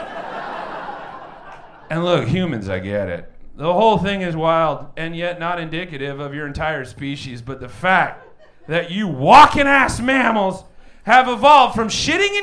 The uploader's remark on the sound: Recorded LIVE at Chicago’s Historic Green Mill Lounge on November 11th 2023.